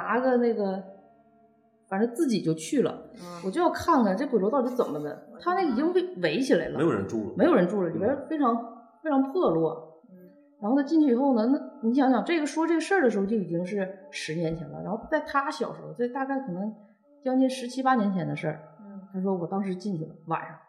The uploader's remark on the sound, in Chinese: 由于现场录音环境比较空旷所以效果一般